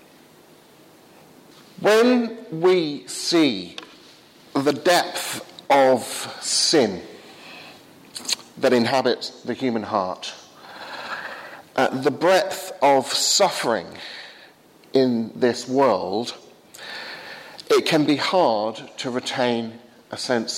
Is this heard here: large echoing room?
yes